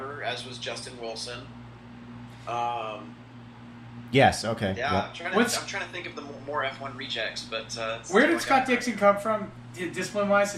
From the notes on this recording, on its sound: Yes, the audio is not perfect. It didn't record correctly so I had to get creative.